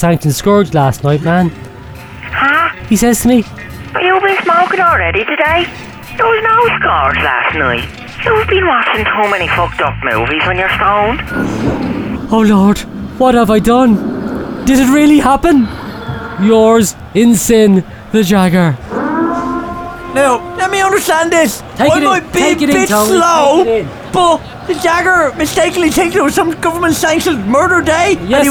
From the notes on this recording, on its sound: It's the Friday Rock Show live in Russia during the World Cup 2018, from the Fisht stadium in Sochi.